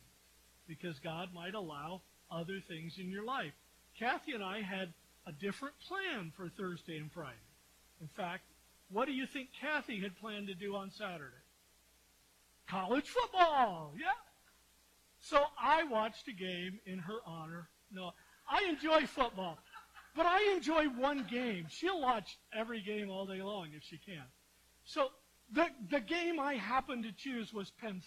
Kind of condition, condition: fault, uneven or low level